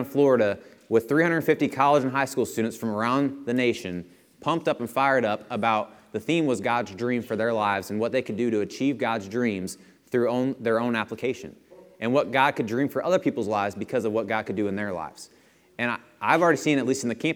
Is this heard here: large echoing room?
yes